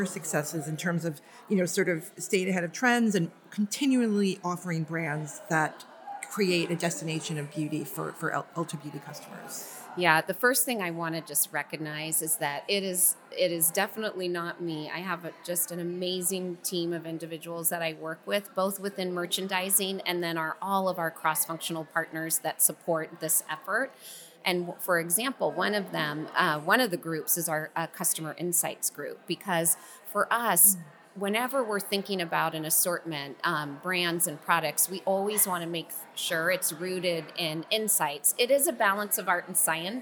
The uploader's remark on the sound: This episode was recorded live at the 2023 Outstanding Mother Awards in New York City.